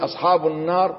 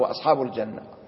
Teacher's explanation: اللام في لفظ النار مدغم وفي لفظ الجنة مظهر · Term: لام مدغمة